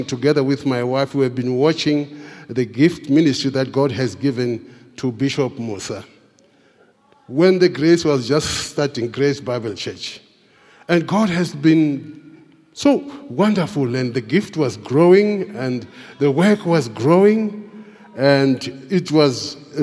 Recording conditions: large echoing room